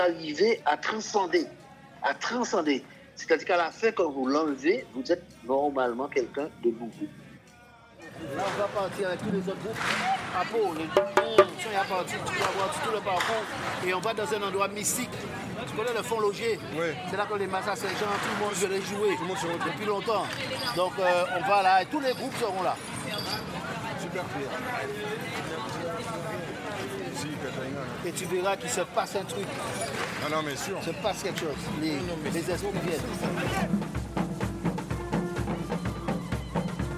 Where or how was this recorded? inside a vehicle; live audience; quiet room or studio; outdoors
outdoors